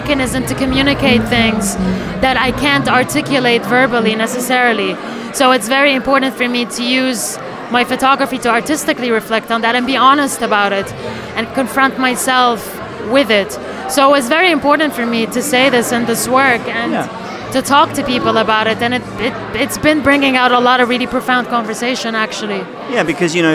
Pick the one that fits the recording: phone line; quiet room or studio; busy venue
busy venue